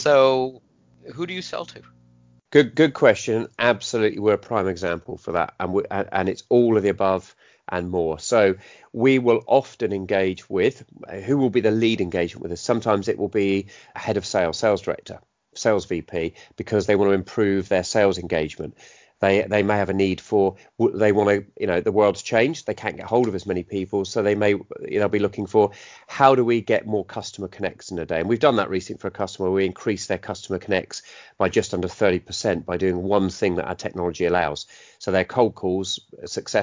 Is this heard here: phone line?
no